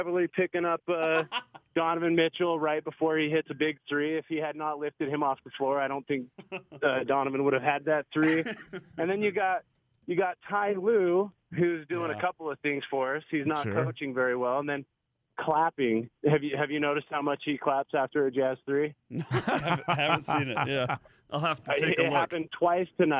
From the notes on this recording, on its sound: Hosted a late-night/early morning reaction show with dedicated Jazz fans joining on the phone.